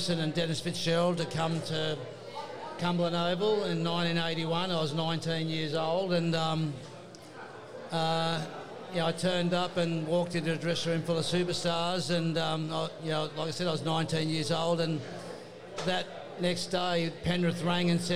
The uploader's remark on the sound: The Tip Sheet is live from Jacks Bar & Grill